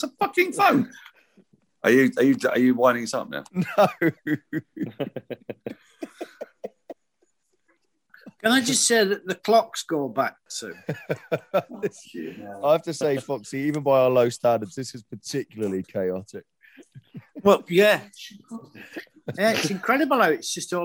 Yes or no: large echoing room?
no